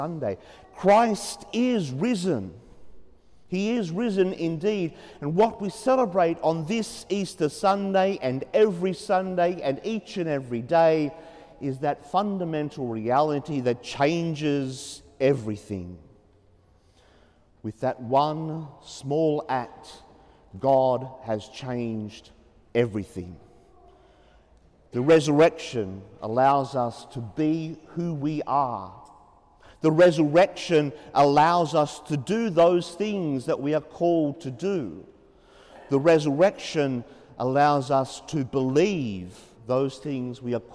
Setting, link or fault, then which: setting, large echoing room